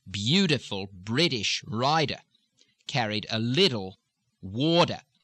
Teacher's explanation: The tendency is to change the medial T's to D's.